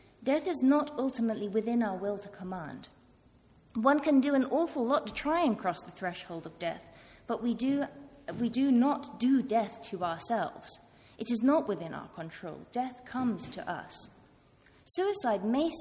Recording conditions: live audience